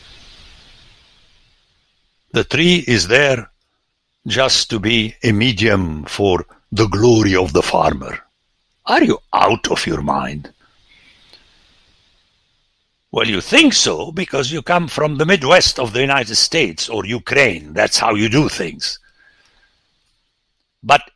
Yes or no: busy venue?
no